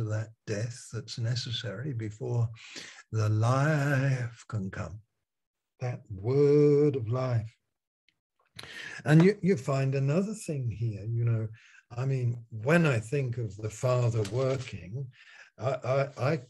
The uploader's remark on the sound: Malaysia Meets (Zoom)